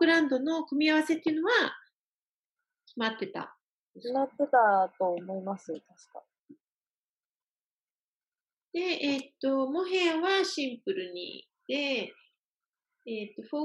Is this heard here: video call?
yes